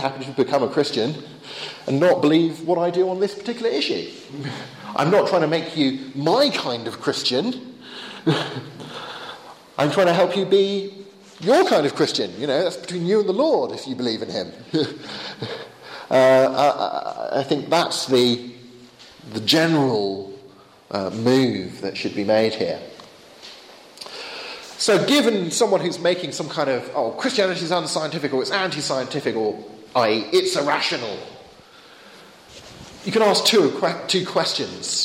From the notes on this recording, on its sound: Bulgarian apologetics conference, September 2011.